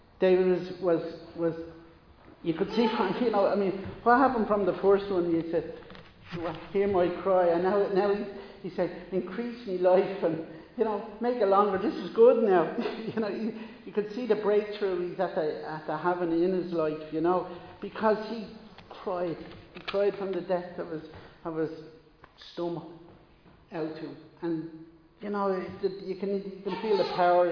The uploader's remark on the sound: Recorded live in Liberty Church on 15 May 2022